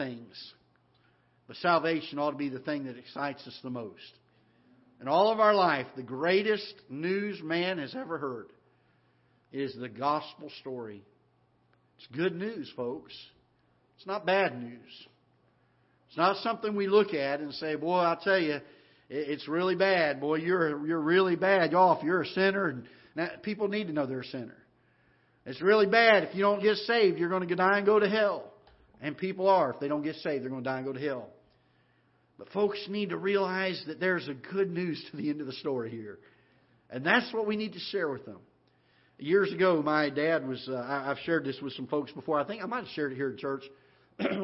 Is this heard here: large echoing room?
yes